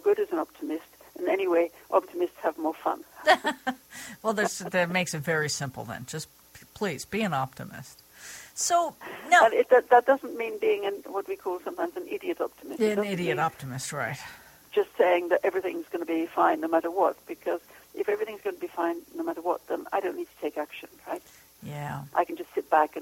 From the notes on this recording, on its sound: She called in from Europe, where she is based.